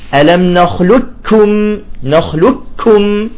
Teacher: الإدغام الكامل يعني القاف تذهب هي المخرج والصفات كلها بالكاف · Term: إدغام كامل